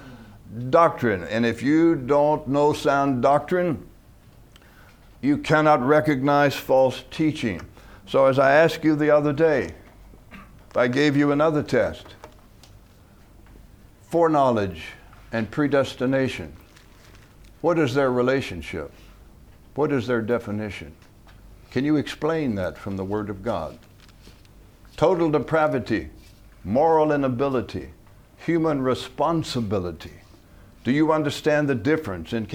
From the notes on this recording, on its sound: From the HeartCry Asia Conference 2023.